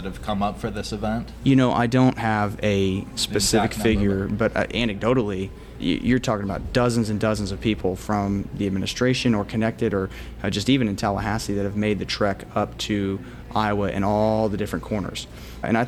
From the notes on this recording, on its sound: What was it like at the Iowa caucus last night? Just click play and go inside one in an exclusive, historic, first-ever podcast recorded during the event.